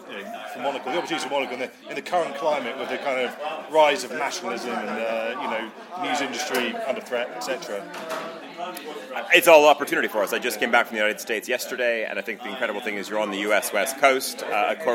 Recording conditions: live audience